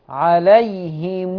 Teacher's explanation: ميم الجمع تقرأ بالصلة بمقدار الإشباع